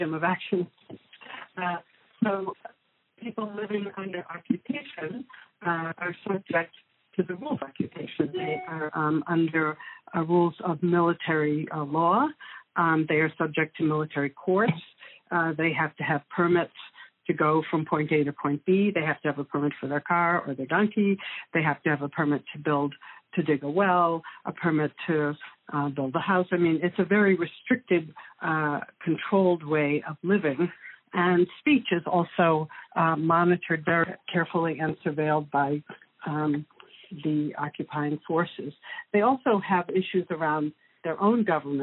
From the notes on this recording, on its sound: Please pardon the audio quality, this interview took place by phone.